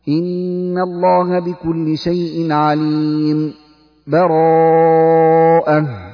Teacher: الوجه الثاني السكت، أي سكت لطيفة على آخر الأنفال من غير تنفس، ثم تقرأ أول التوبة من غير بسملة